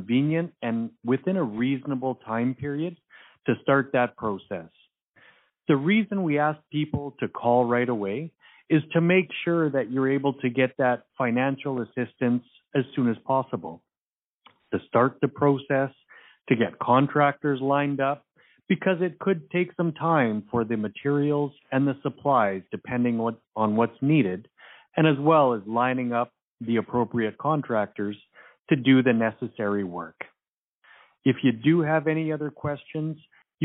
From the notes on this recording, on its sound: Wildfire Evacuation Information Telephone Town Hall. Albertans who are evacuated can attend telephone town halls with government and partner organizations to get updates and answers to their questions.